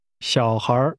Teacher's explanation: Children is pronounced with falling, rising, and rising tones.